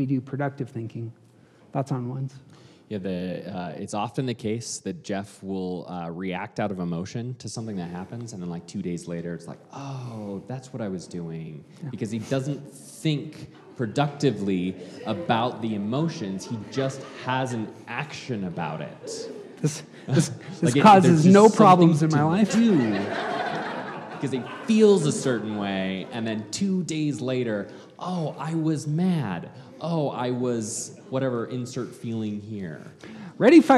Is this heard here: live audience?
yes